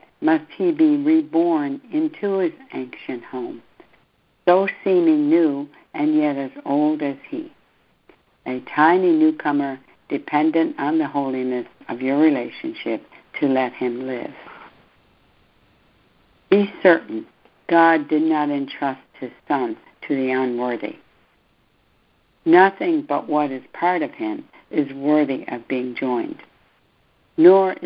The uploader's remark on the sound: ACIM Daily Conference Call